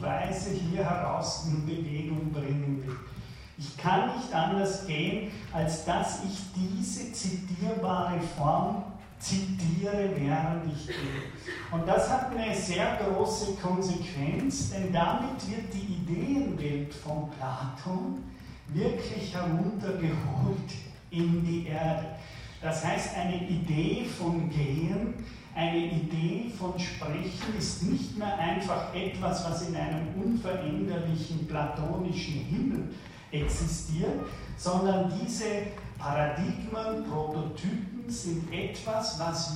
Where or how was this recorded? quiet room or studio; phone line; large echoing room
large echoing room